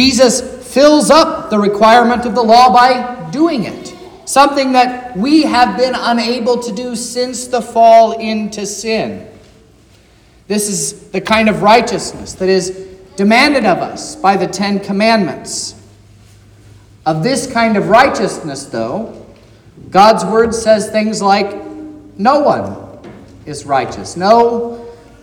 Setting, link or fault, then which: setting, large echoing room